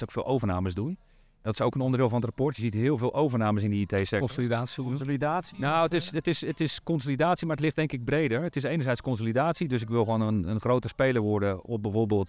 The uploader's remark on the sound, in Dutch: De Saas Channel-podcast werd live opgenomen tijdens de Tech Drinks in Amsterdam